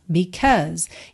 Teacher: Então, percebe que esse AU no meio tem um som a, e o E final não é pronunciado, ok? Because my love for you.